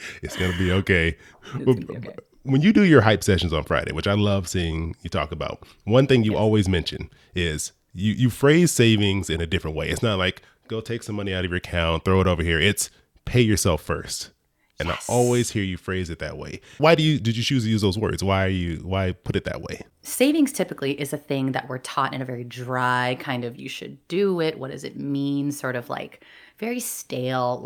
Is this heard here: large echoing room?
no